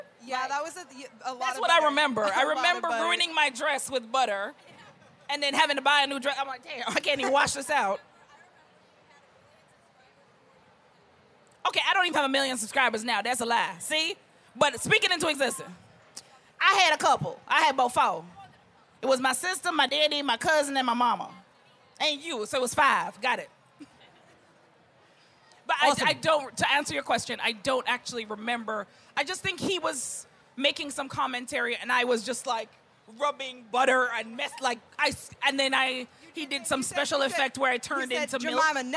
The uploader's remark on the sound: Live at VidCon